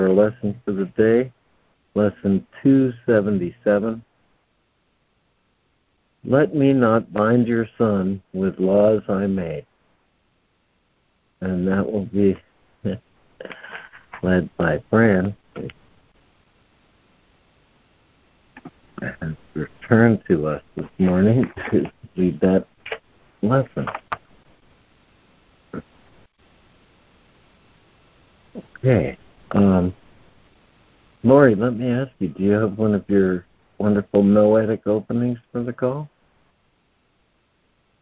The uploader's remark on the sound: ACIM Daily Conference Call